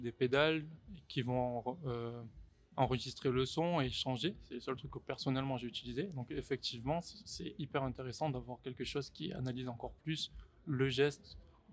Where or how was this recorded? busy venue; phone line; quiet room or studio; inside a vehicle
busy venue